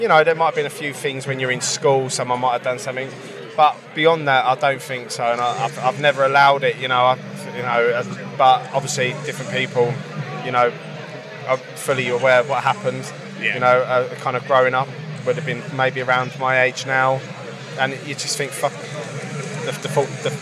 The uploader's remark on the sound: From our 'Live from Bloodstock 2023' series.